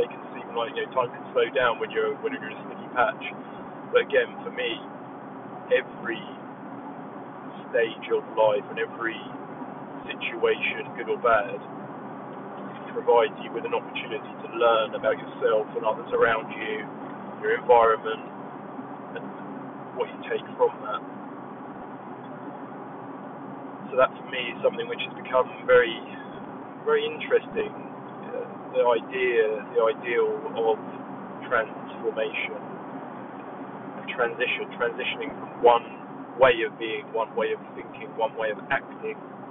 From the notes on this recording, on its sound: This is simply a test episode, no planned structure or content, just a 20 minute stream of consciousness while driving.